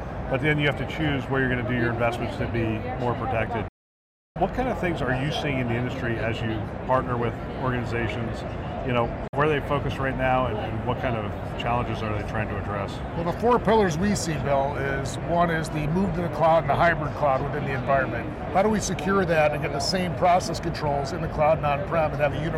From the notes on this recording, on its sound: an Interview in Action live from HLTH